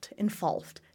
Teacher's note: Notice how the first V is voiced and the second V not so much.